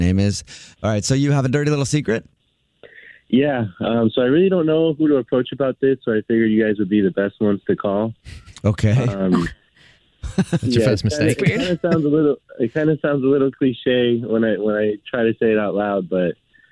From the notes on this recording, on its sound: There's a guy on the phone